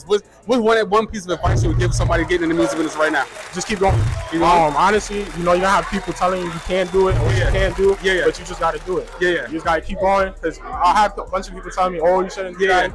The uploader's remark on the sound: Live at the Tunage Showcase. Tunage Showcase Interview.